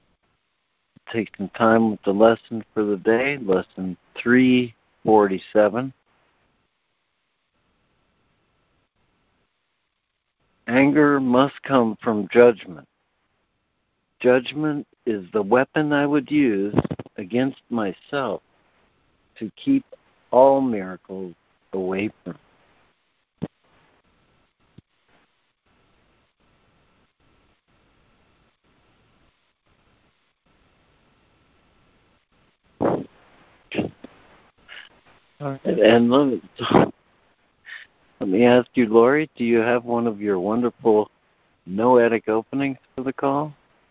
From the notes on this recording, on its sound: ACIM Daily Conference Call.